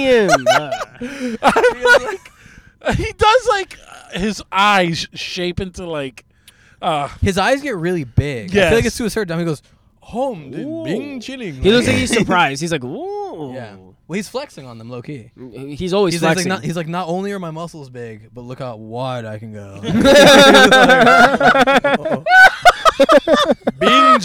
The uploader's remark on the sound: We are in the car. Recorded at Thank You Miami.